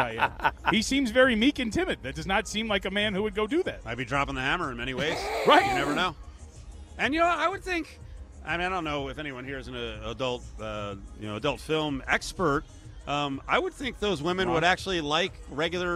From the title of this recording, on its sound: LIVE FROM STADIUM SWIM